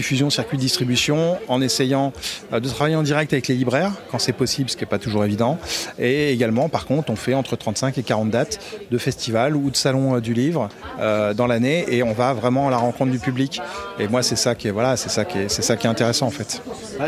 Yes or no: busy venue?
yes